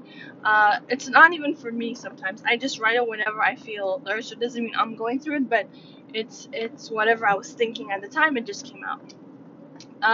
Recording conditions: sounds in the background